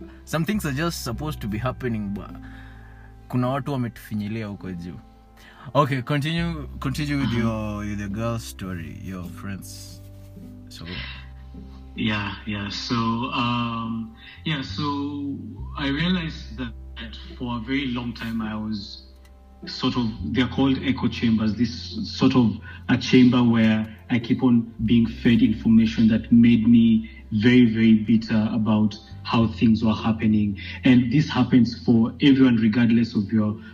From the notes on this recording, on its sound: i have a phone conversation with a friend from Rwanda